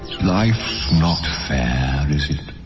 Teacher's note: 那么它的语调是 Life is not fair 降 Is it 一个小小的声调啊啊